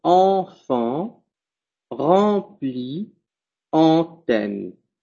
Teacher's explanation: En, dijimos que era un sonido nasal que se pronunciaba con la boca casi cerrada · En, le son en, ¿ya? El sonido sale tanto por la nariz como por la boca.